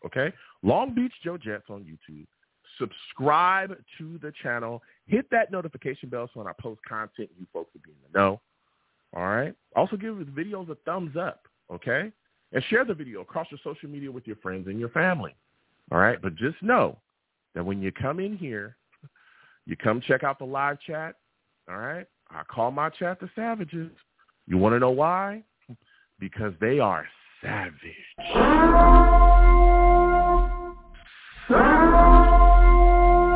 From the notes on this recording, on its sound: I take live callers!